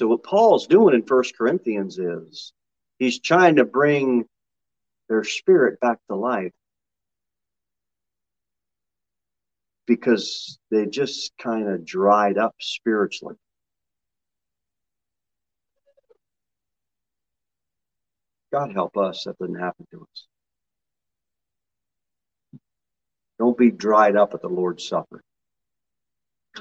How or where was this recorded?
large echoing room